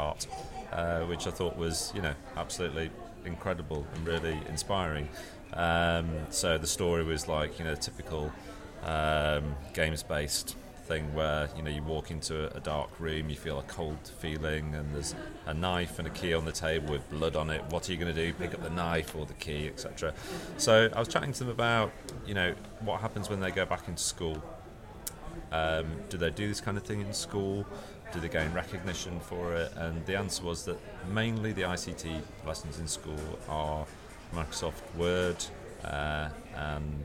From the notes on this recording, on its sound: This interview was recorded at Mozilla Festival London 2013 for the #Airtime live event radio.